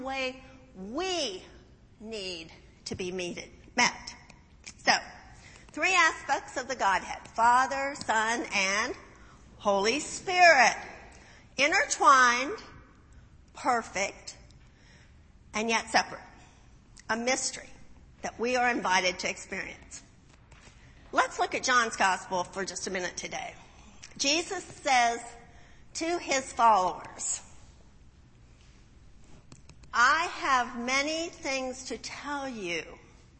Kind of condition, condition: setting, large echoing room